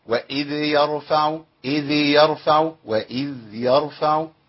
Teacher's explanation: الذال فيها رخاوه بيمشي فيها الصوت